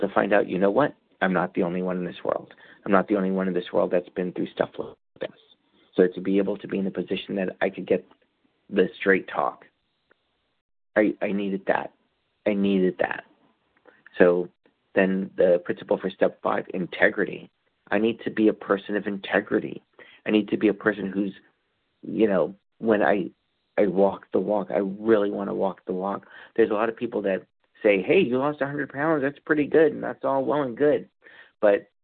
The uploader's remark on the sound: qualification from the 100 Pounders Phone Meeting